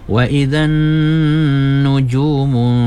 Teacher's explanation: nun sabdu tu wajib gunnah, kena dua harkat gunnahnya, dengungnya ya. Wa idzan nujumu, ah itu dengungnya okey.